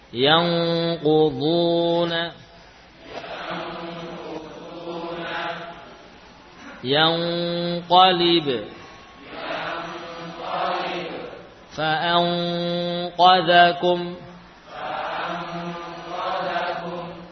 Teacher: Maka sama dengan kaf tadi, lidah bagian belakang nempel kuat sehingga suaranya terpusat melalui hidung. · Term: ikhfa khusus pada qaf